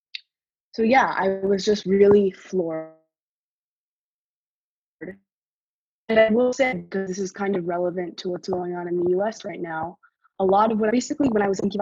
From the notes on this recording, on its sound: recorded at Temple Beth-El’s virtual Shabbat morning gathering on June 6, 2020